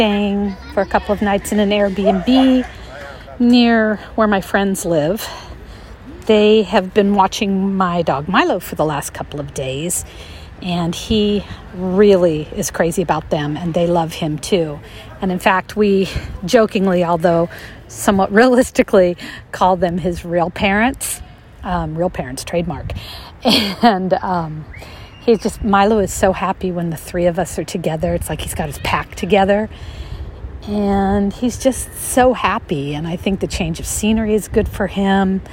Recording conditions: sounds in the background